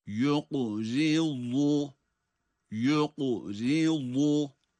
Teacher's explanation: Gördüğümüz gibi kaf harfi cesim ile kalkale ve kalın. Yoku, yoku, zi, ra ince, sonra yine vat harfi kalın ve ötreyle okunacak.